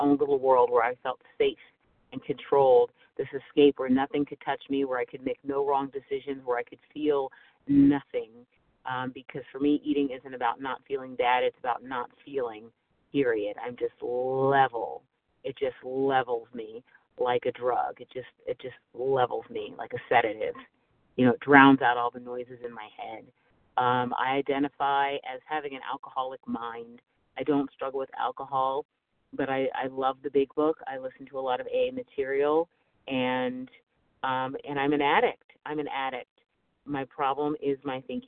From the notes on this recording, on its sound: 100 Pounders Phone Meeting